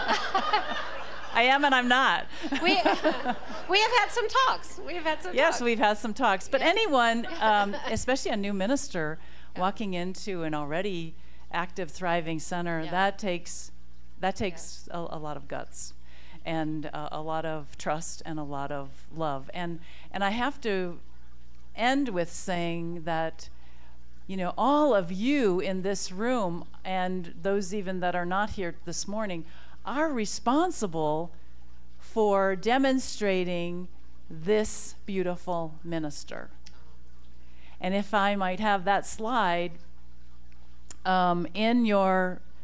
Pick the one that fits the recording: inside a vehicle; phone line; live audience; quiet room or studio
live audience